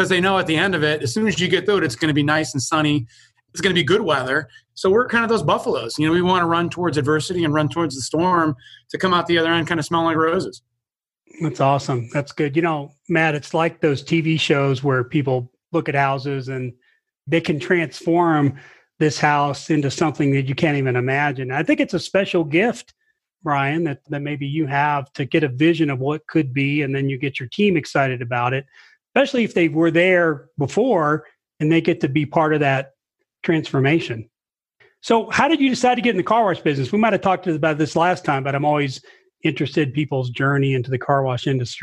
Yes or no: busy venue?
no